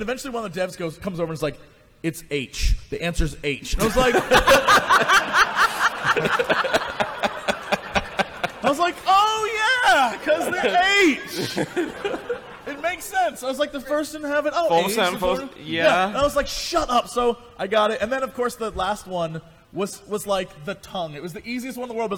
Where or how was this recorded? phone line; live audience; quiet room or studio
live audience